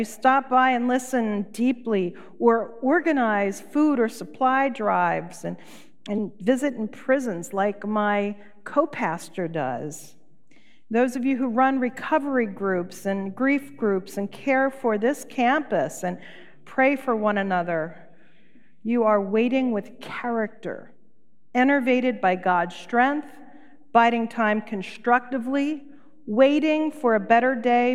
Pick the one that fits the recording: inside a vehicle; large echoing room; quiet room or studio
large echoing room